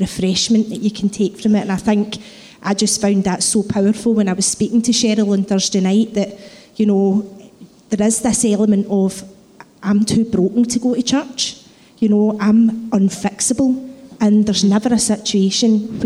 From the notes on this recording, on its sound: Live podcast from Testimony Sunday.